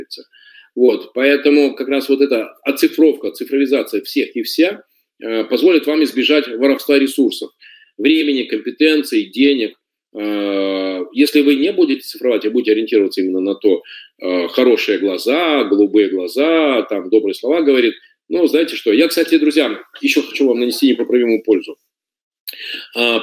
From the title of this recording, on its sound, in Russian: Запись вебинара